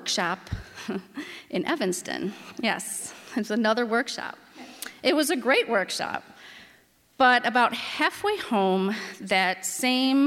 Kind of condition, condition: setting, live audience